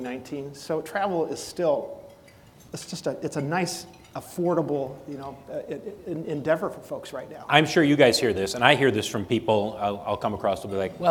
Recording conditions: live audience